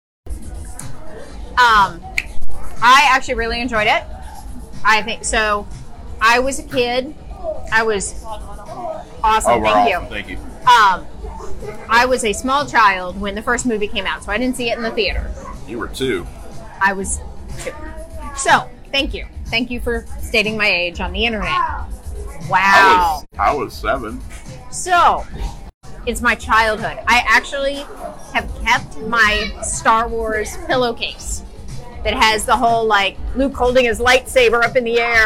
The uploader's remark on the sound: WDW Parkhoppers LIVE coming to you from Splitsville at Disney Springs